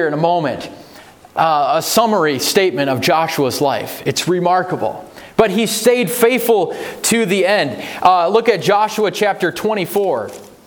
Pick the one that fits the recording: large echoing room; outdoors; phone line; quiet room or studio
large echoing room